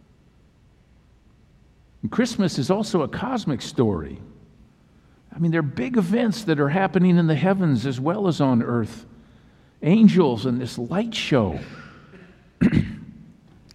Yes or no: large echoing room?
yes